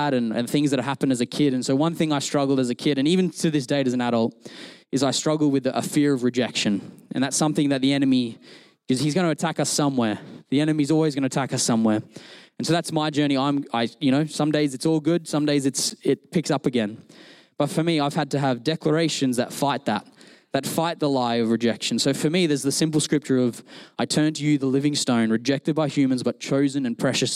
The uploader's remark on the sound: Recorded during our Melbourne East service